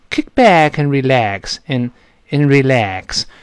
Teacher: 所以 and 我们听到的是一个 n n n n n 这么一个声音